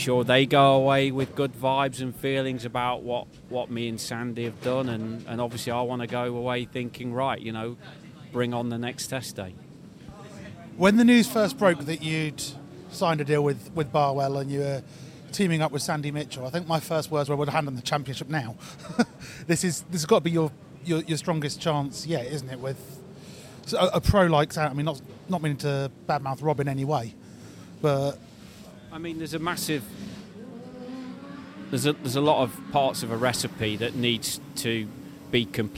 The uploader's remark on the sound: From The Racetrack - British GT Media Day 2023. Hear from drivers and series officials in the press conference.